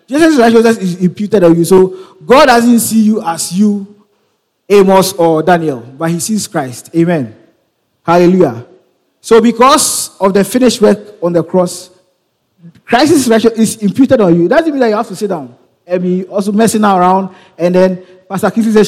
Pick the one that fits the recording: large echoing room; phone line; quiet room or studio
large echoing room